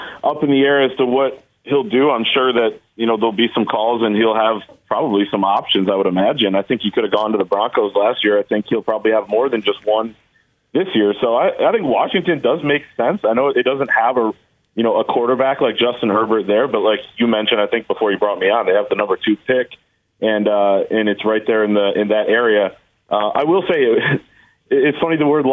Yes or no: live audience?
no